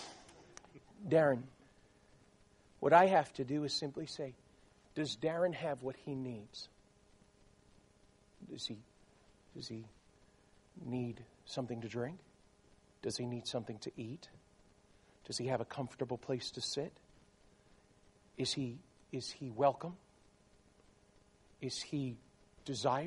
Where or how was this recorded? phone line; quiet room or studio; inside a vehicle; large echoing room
large echoing room